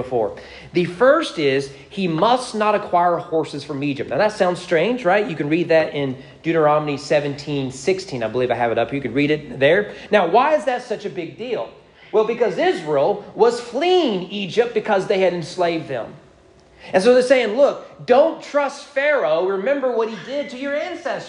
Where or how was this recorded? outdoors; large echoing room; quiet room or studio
large echoing room